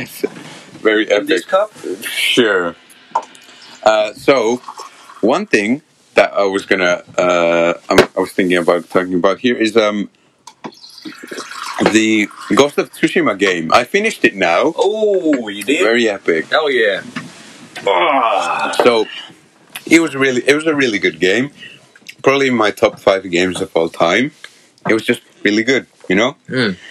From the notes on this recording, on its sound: Recorded on phone so bad audio.